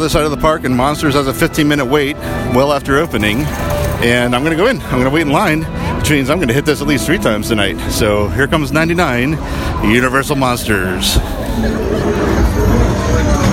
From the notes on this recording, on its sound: records his final night at HHN29